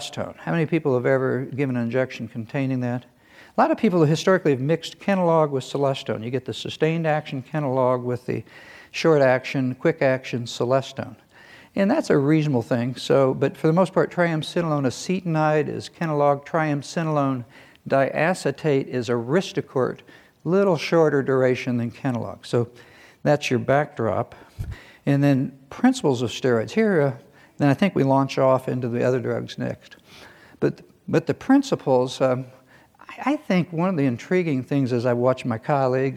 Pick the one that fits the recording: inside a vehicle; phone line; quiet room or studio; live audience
live audience